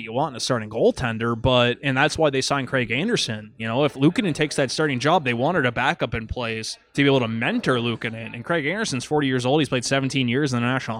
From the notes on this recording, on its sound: For some wings, beer and a conversation taped at Belt Line Brewery and Kitchen in downtown Buffalo.